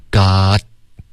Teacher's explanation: 可是要顶舌尖 got 导致一个干脆的停顿